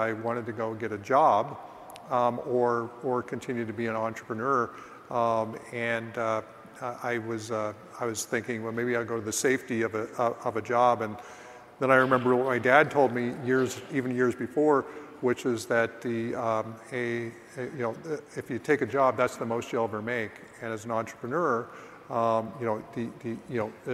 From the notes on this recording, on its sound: live from EXPCON 2022